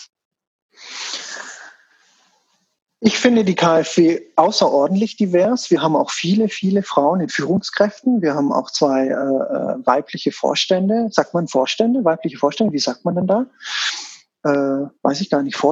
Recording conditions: video call